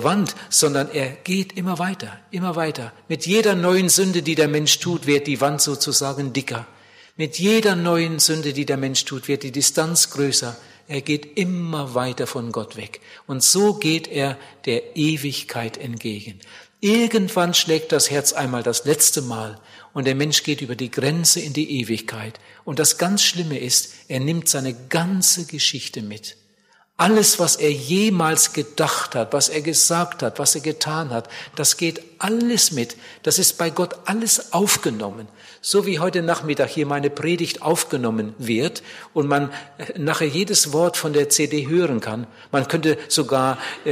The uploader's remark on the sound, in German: bei einer Evangelisation in Bielefeld gehalten hat